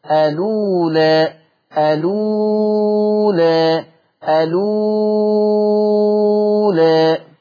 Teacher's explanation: الألف الأخيرة دي مقللة قولا واحدا